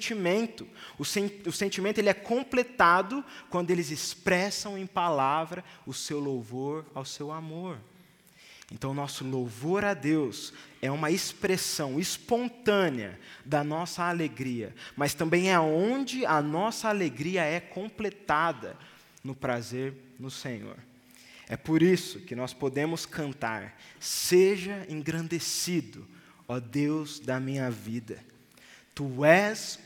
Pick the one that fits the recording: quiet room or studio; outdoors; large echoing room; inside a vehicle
large echoing room